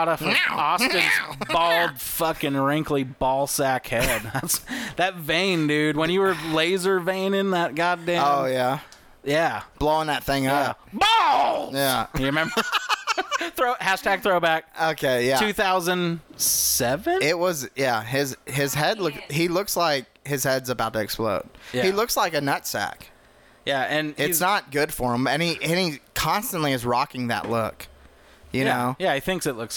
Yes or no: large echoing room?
no